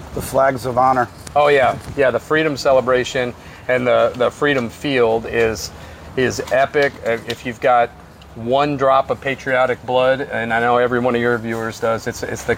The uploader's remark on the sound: LIVE at MOTOBLOT 2023